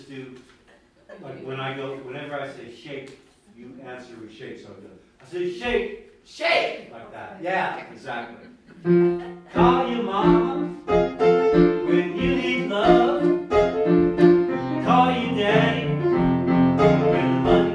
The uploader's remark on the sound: This episode was recorded June 23, 2019 at a talk I gave at the Prescott Unitarian Universalist Fellowship. At a talk I gave at the Prescott Unitarian Universalist Fellowship, affectionately known as PUUF.